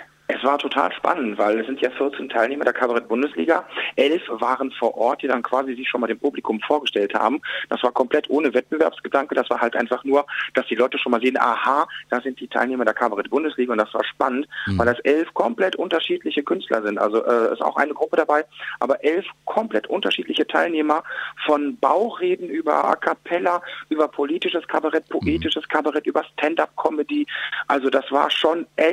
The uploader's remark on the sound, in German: Wir haben ihn im Live-Call auf JOKE FM.